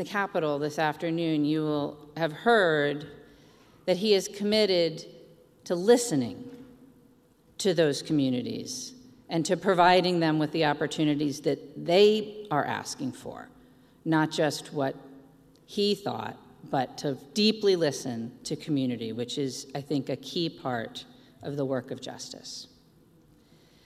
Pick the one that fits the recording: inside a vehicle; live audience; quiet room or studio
live audience